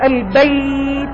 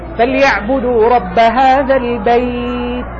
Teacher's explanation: اللين هنا ليونة في الحرف، عدم تشديد في نطقه · Shown in: second take · إذن أنا ما أقول فليعبدوا رب هذا البيت، البيت هكذا أنا شددت الياء في النطق، ما أقول البيت هذه ياء شديدة، والمطلوب أن أقول فليعبدوا رب هذا البيت، بيت هذه هذا اللين.